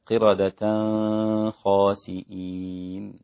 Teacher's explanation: قردة خاسئين إخفاء التنوين وكذلك النون الساكنة عند الخاء لأبي جعفر، ودي يمكن انفرادة أول مرة تسمعوها، إن عارفين أن التنوين مع الخاء إظهار عند كل القراء، لكن أبو جعفر خالف هذه فأصبحت القراءة قردة خاسئين، هكذا الإمام أبي جعفر، واللي يسمعها يعرف أن دي قراءة الإمام أبو جعفر.